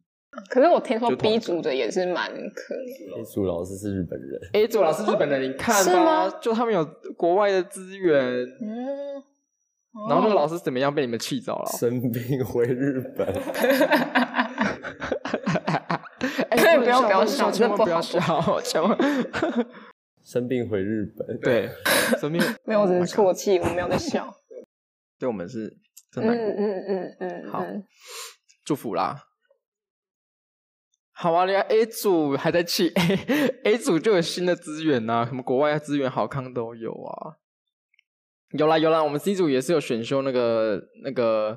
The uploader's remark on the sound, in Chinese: 前幾集音質壓縮較嚴重，這集比較誇張一點點點點